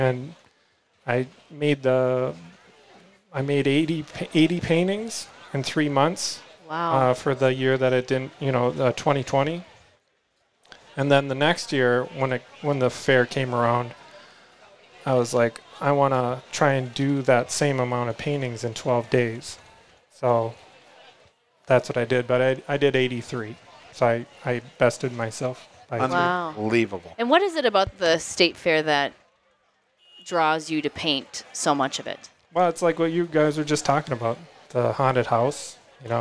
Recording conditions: live audience